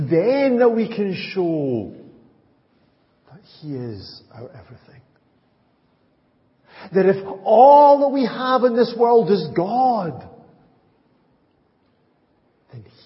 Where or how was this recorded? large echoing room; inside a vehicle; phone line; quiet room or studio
large echoing room